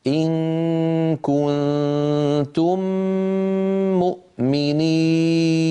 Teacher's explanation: فيه ثلاث غنن، غنة إخفاء، غنة إخفاء، غنة إدغام